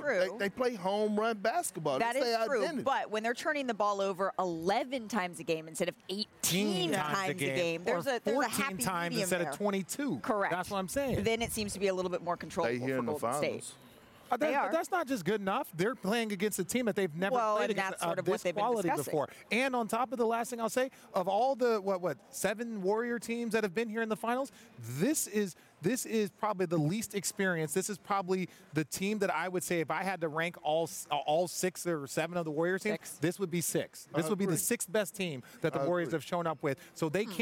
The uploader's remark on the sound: Previewing Game 1 of the NBA Finals live from the Chase Center...